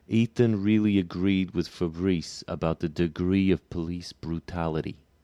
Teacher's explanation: That's what that little T under the I symbol, or E sound, means, that E is a little bit more E open. When the E happens in a stressed syllable at the end of a word, it's got a little on-glide, E. So, Ethan really agreed with Fabrice about the degree of police brutality.